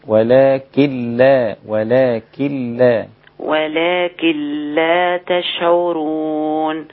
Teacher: النون دي مش منطوقة لأنها مدغمة في اللام · من غير غنة علام، اللام مشددة بس من غير غنة